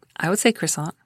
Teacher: Yeah you're doing an American R.